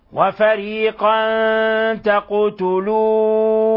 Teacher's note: بنلاحظ كيف أخفينا تنوين الفتح عند التاء وكيف قلقلنا لفظ القاف